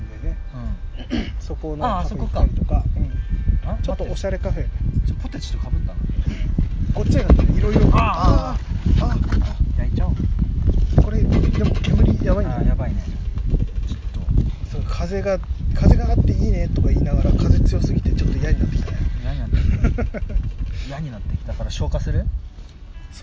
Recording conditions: outdoors